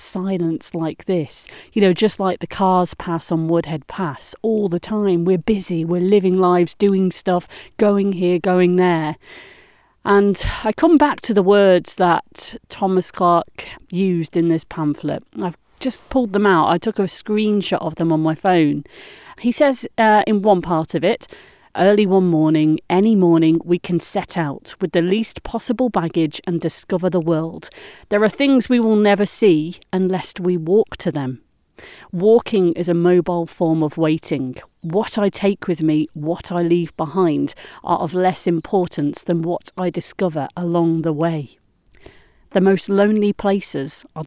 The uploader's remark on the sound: We walk beside an almost silent Woodhead Pass - usually filled with the deafening sound of lorries and cars driving all day and all night. Today, with 7 inches of snow, the area surrounding Rhodeswood Reservoir and Didsbury Intake was filled with nothing but the sounds of long tailed tits, blue tits and great tits.